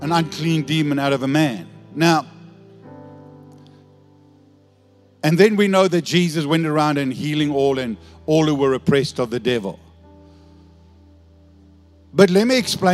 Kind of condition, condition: setting, large echoing room